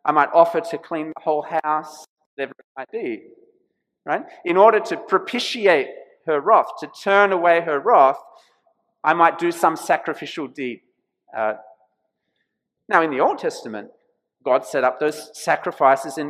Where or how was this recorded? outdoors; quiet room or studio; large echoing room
large echoing room